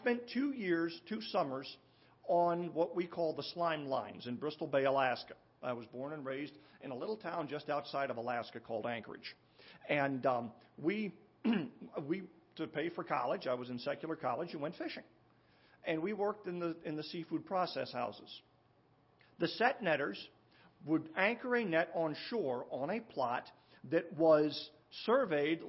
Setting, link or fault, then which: setting, large echoing room